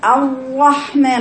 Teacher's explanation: الحسرمة، العيب الأخير المذكور، الحسرمة في اللغة هي التضييق، يقال حسرمة القوس، يعني إذا شد وتره، وهنا يمكن أن يقال هي شد الأوتار الصوتية وعضلات أعضاء النطق أو البلغة في إخفاء تكرير الراء حتى يخرج كأنها طاء